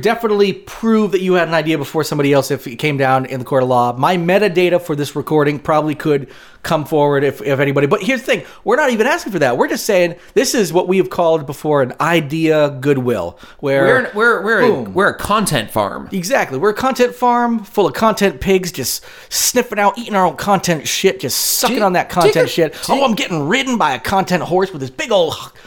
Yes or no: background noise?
no